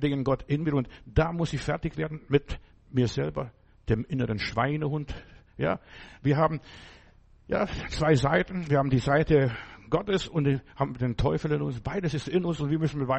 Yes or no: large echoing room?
yes